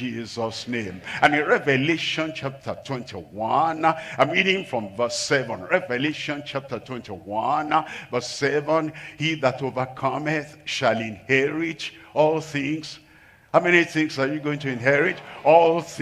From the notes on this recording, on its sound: live from Asaba, Nigeria